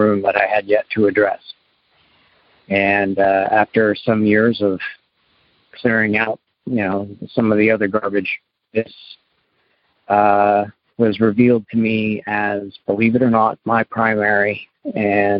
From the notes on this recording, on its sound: Maine - Monday Noon Phone Speaker Series.